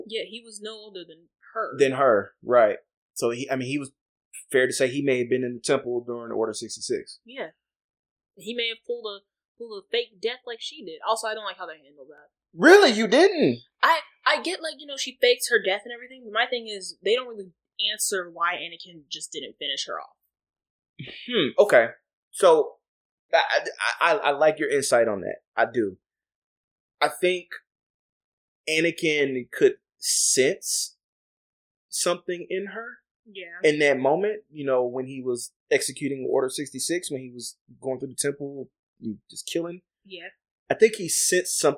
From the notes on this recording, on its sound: We could have edited it out but…eh. There are some audio issues in this one.